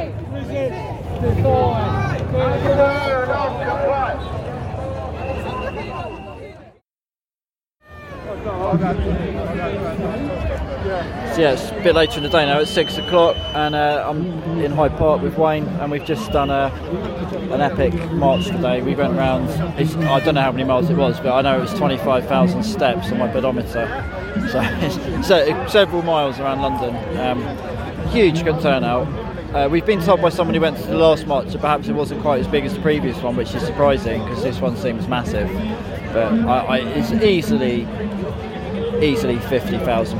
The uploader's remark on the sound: We report live from London as the latest anti lockdown protest makes its way through Oxford Street and eventually concludes at Hyde Park